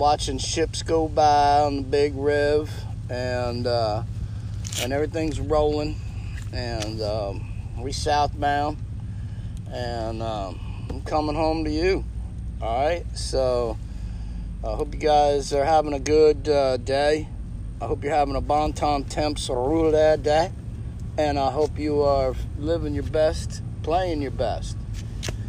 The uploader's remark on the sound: We are live from the French quarter New Orleans